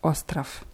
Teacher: Und das zweite O wird eher so ein bisschen verschluckt.